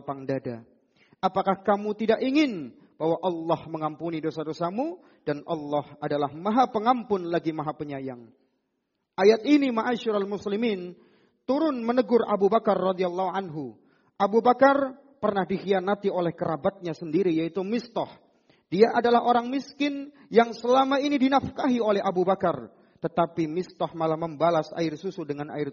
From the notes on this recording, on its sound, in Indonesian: Rekaman Audio Khutbah Jum'at. Di masjid Mu'adz bin Jabal.